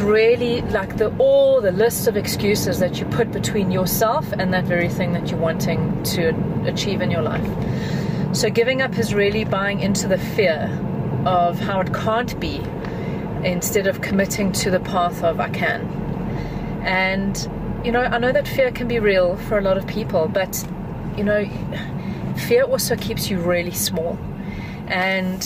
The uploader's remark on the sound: we're having a drive time chat from my car